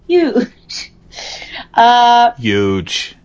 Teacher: some of the characteristics are dropping the H's from words